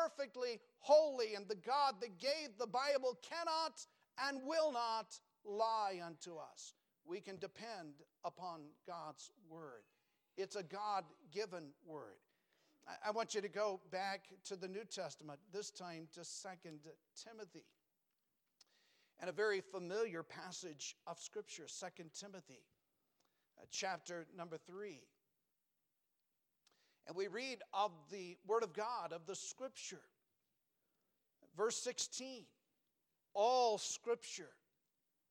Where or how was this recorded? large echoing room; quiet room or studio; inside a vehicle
large echoing room